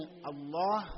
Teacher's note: അങ്ങനെ അല്ലാ എന്ന ഷദ്ദുള്ള ലാമായി മാറി. അങ്ങനെ ആ പദത്തിന് ആദരവ് നൽകാൻ വേണ്ടി അതിന് തഫ്ഹീം ചെയ്തു, തഗ്ലീദ് കൊടുത്തു. അങ്ങനെയാണ് അല്ലാഹ് എന്ന ഉച്ചാരണം വന്നത്.